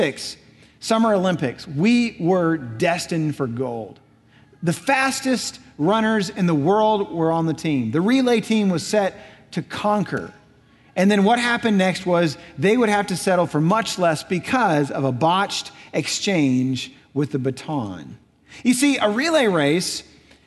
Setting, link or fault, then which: setting, large echoing room